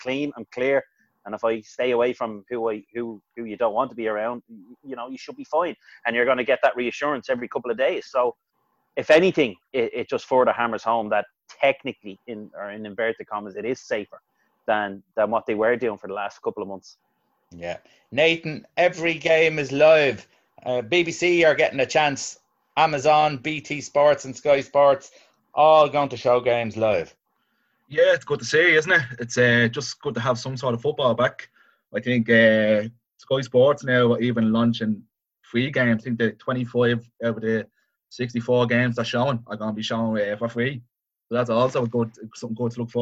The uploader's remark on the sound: Zoom Chat